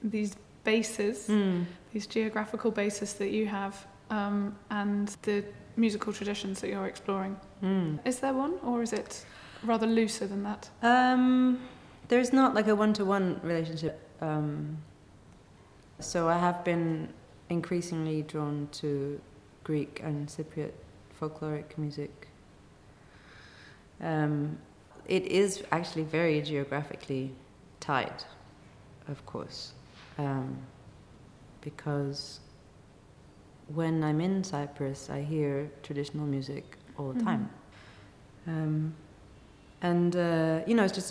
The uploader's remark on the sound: Recorded 12 December 2019 in the chapel at Oxford House.